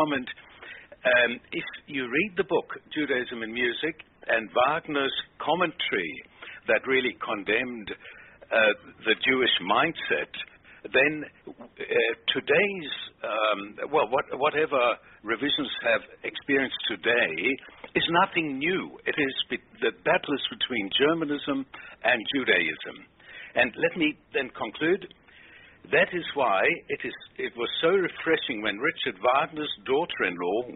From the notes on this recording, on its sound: we take callers during this live broadcast